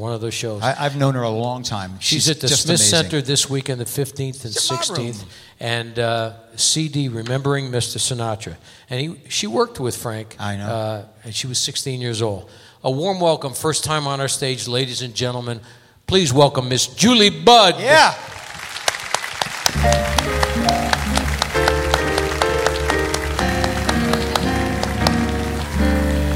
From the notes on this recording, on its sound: Live at the Southpoint Casino